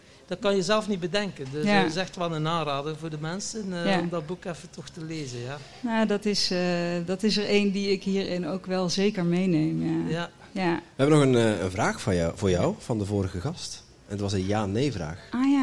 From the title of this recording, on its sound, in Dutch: live op TimTom Festival '23